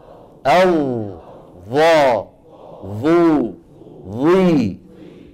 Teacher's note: فالظاء فيها استعلاء لأقصى اللسان